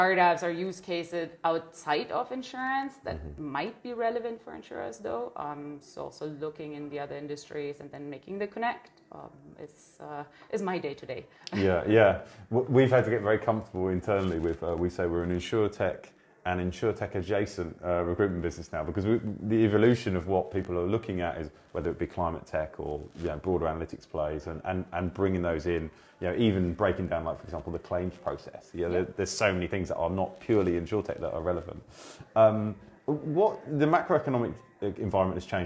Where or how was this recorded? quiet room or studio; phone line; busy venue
busy venue